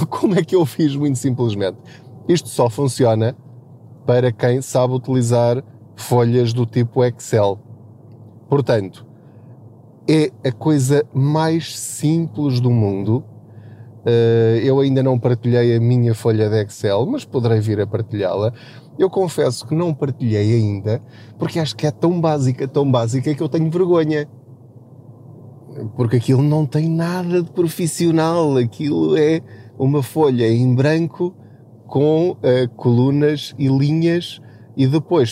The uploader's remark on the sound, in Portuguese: Não ligue aos barulhos da viagem.